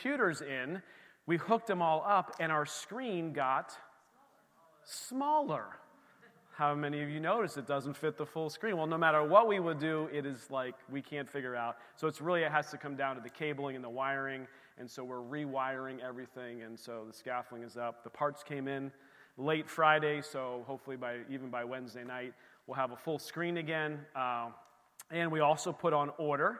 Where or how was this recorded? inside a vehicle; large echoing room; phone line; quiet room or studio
large echoing room